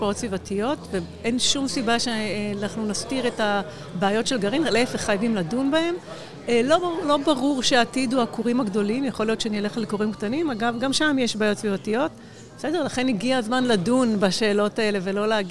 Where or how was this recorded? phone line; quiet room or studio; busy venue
busy venue